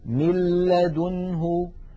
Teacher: لاحظوا مل من الميم إلى اللام مباشرة، وننطق لاما مشددة ولم يبق من الغنة شيء. من لدنه.